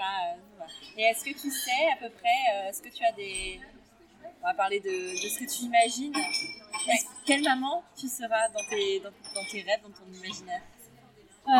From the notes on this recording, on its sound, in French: Petit mea culpa pour la qualité du son de cet épisode, qui n’est vraiment pas terrible. Les conditions d’enregistrement n’étaient pas optimales.